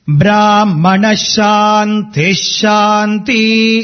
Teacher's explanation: In Brahmana Shanti, T is having a lower intonation